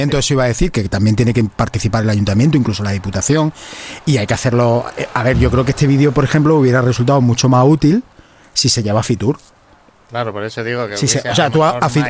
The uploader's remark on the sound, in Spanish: Nos trasladamos en directo a la casa de Hermandad de la cofradía de la Clemencia, en el barrio de la Magdalena.